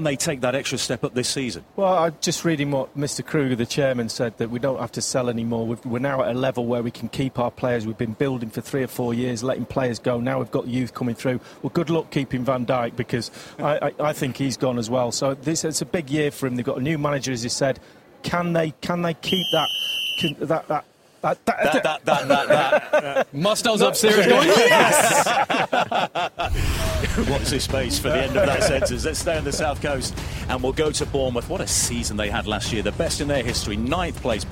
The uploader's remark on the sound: Special Edition Season Preview From The Emirates. Live on location from the home of Arsenal - the Emirates Stadium.